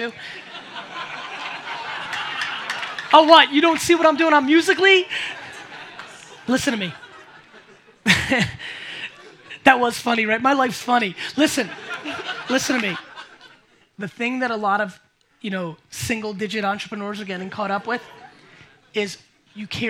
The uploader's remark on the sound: A Keynote and Q&A at COMPLEXCON STUDIO